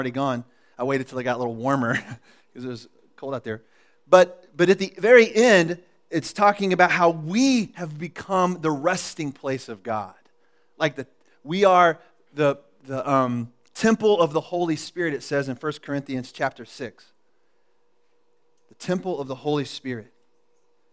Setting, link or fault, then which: setting, large echoing room